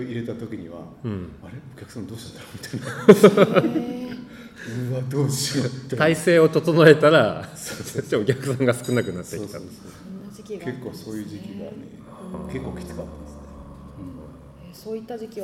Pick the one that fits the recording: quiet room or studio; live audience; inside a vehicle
live audience